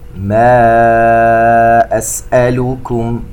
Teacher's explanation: عندنا مد منفصل ومد بمقدار أربع حركات